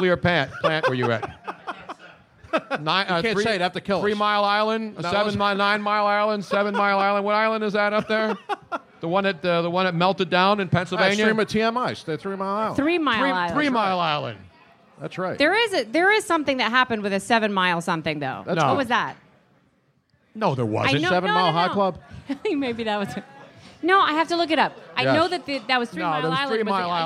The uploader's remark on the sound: LIVE from the JughandleInn. A very special 2yr anniversary show at the Jughandle Inn in Cinnaminson, NJ.